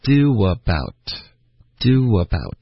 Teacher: 可是 do 跟 about， do 跟 up 之间会出现一个很轻的一个 wo 的音